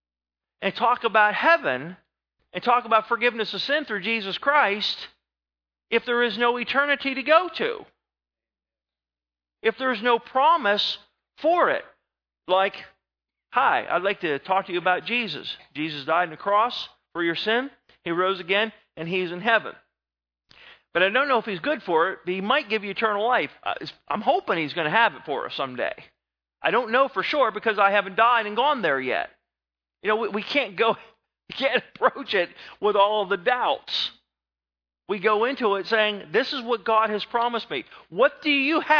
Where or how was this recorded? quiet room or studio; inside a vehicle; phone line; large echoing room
large echoing room